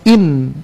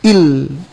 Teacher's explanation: Maka itu langsung nunnya langsung melebur ke lam. · Shown in: second take · Term: Idgham bilagunna